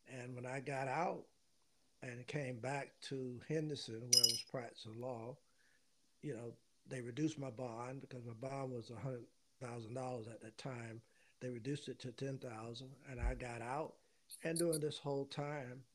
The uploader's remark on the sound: The audio is unusually quiet for unknown and unexplained reasons.